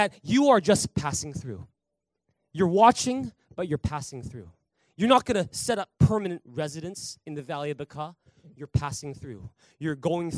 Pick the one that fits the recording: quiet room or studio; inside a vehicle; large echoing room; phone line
large echoing room